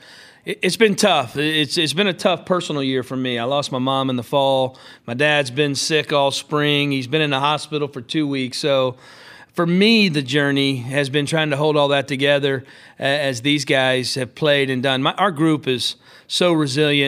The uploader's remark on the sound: postgame, CWS Final press conference